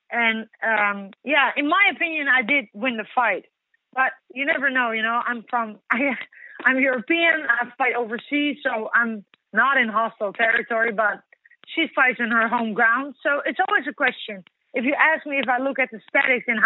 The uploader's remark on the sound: Post-UFC 208 Conference Call.